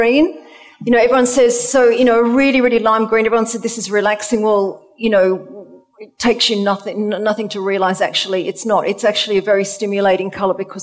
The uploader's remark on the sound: We celebrate our first anniversary with a live audience special where we talk all about colour and interior design. Recorded at the fabulous Roca London Gallery in Chelsea Harbour.